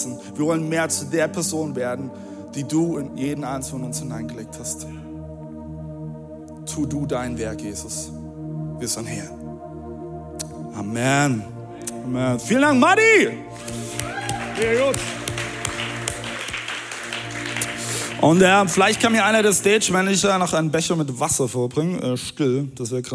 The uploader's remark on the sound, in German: Audiomitschnitt der Predigt vom 19.